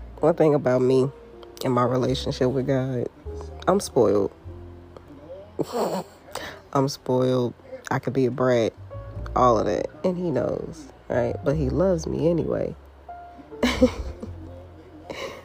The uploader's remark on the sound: Excuse the noise in the back.